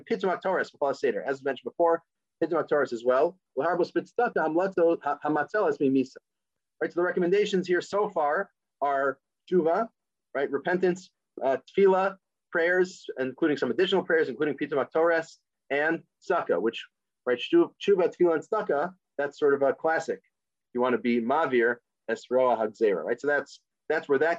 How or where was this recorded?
video call